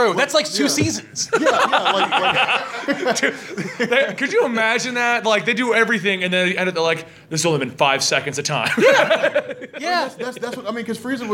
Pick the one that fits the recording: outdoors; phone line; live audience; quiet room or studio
live audience